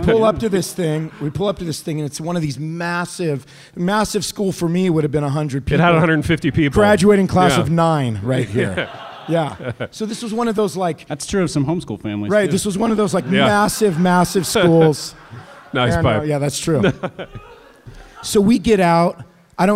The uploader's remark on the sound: LIVE IN INDIANAPOLIS